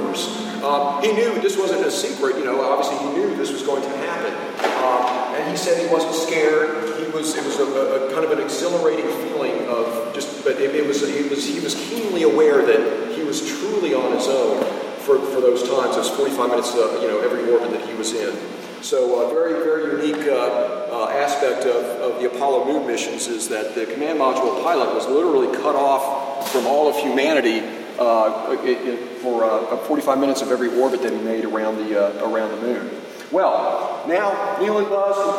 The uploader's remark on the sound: A recording from August 7th 2013 at the Alachua County Library Headquarters branch in Gainesville, FL. My apologies for the moments you miss here with this audio only recording. Unfortunately the acoustics of the conference room we were in, made that audio (on my recording) difficult to understand.